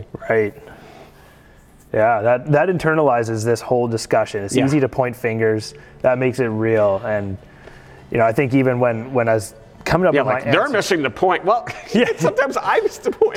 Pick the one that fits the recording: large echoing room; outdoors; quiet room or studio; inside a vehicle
large echoing room